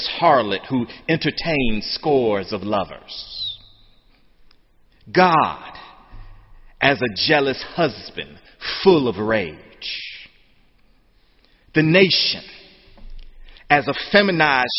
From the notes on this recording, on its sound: sermon on Senior Sunday, the Last Sunday of Spring Term, May 26, 2013, in the Memorial Church